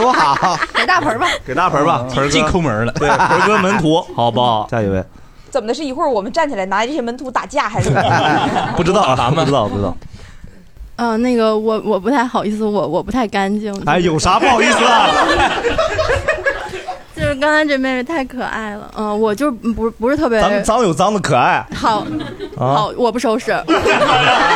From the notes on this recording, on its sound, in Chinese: 这是一档由喜剧演员们和现场观众朋友们共同录制的播客节目。